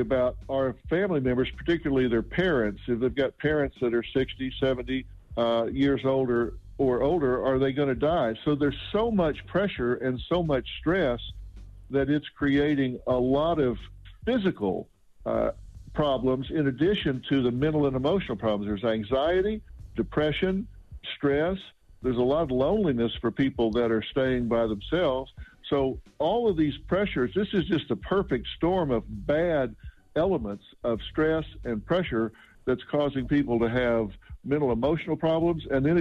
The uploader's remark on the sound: We opened up the phone lines after news broke about possibly reopening the economy, so we asked our listeners if they think it is a good idea.